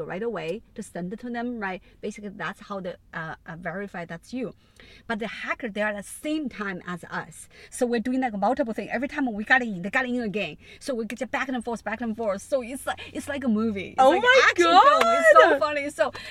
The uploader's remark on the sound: In The Car.